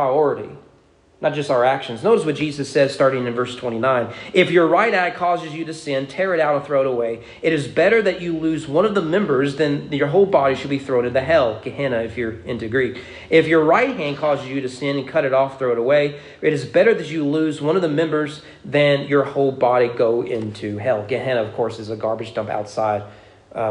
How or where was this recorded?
large echoing room